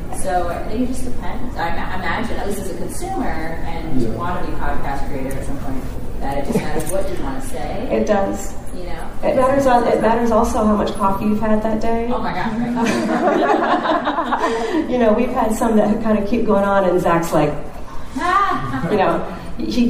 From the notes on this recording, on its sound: Episode 9: LIVE! from the Georgia Educational Technology Conference. We presented our story at the Georgia Educational Technology Conference (GaETC) held in Atlanta this November 2019 and made it a live recording!